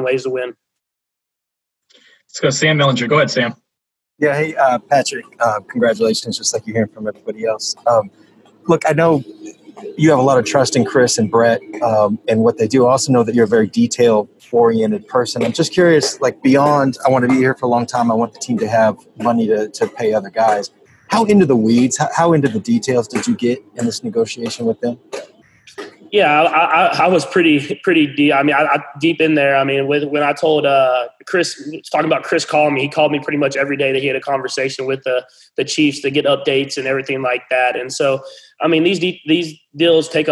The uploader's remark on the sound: zoom press conference